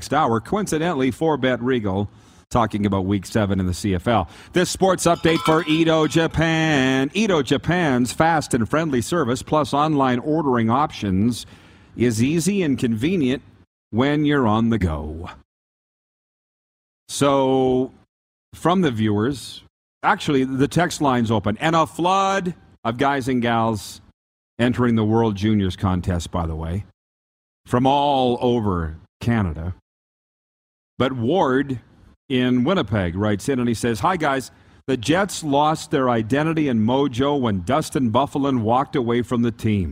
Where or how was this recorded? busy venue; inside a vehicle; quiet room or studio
busy venue